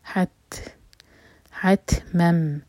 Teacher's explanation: ہم سانس جاری رکھیں گے حت نہیں کہنا حت حت مم میم پر فتح کی تنوین اس کے بعد میم آ رہا ہے تو ادغام کریں گے یعنی کہ مرج کریں گے غنہ کے ساتھ